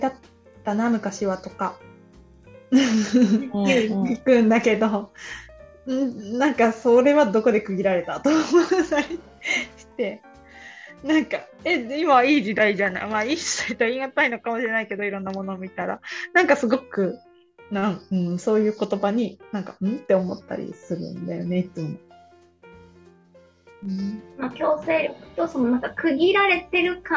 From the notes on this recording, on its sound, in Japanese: さんぽまち メンバー限定zoom会の一部をお届けしています。